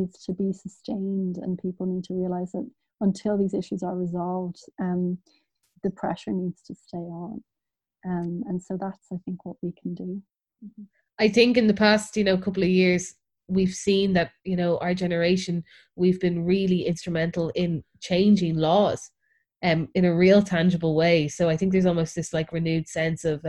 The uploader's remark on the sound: Recording on Zoom, so sorry for loss of audio quality.